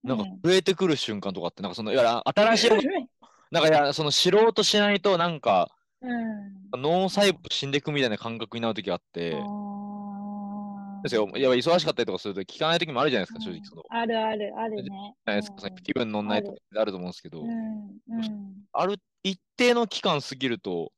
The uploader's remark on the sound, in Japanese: zoom録音しました